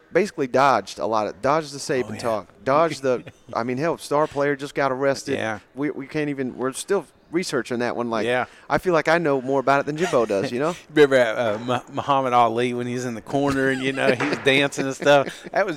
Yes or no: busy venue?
yes